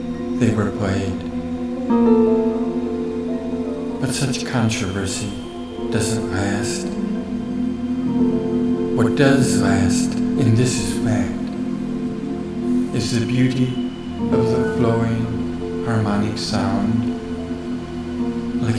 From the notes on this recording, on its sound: Recorded in the Eagle Cap Wilderness, w/ a stream-side Varied Thrush (Ixoreus naevius)